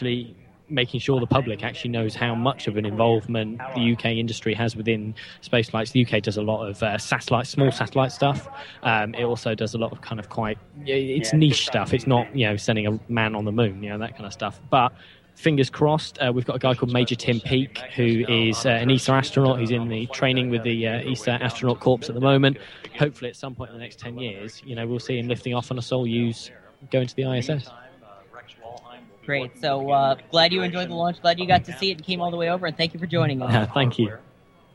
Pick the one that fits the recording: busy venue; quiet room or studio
busy venue